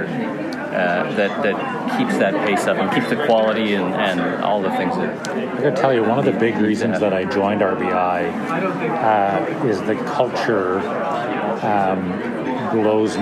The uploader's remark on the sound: Recorded live in a busy media room at the Restaurant Canada trade show in Toronto early March. Recorded from his office in Montreal.